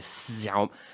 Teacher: your tongue is super dental up there with your teeth